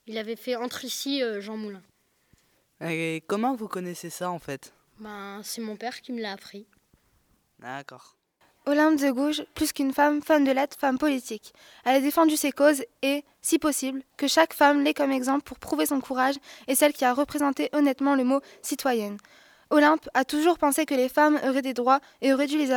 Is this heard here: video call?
no